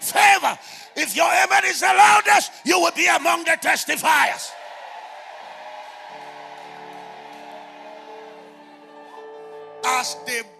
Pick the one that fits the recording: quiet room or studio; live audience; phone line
live audience